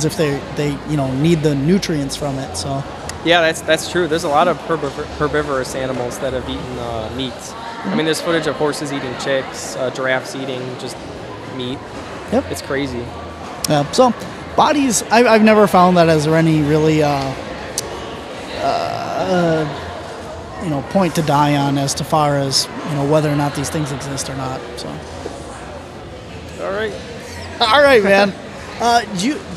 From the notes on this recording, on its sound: This episode was recorded live at the Chicago Paranormal Convention!